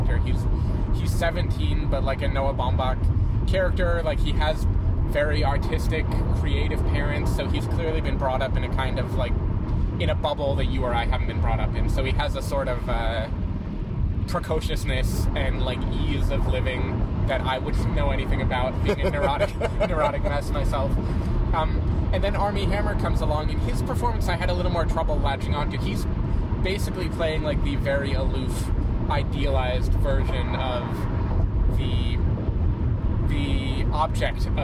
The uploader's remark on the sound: While driving down to San Diego.